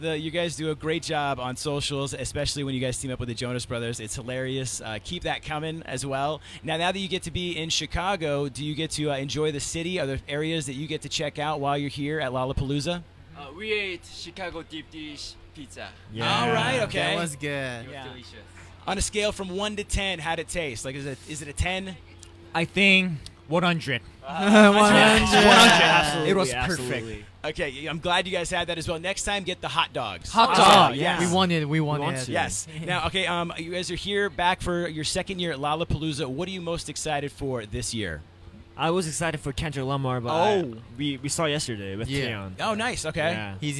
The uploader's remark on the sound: The Mix is live backstage at Lollapalooza 2023!